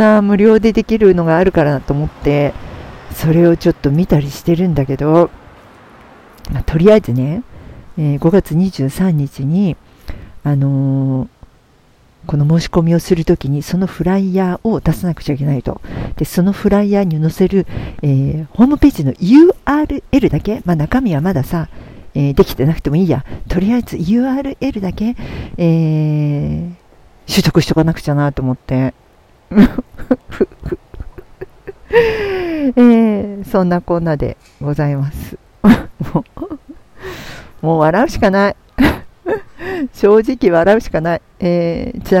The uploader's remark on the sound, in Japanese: 上野を歩きながら収録。時間がなくて苦肉の策。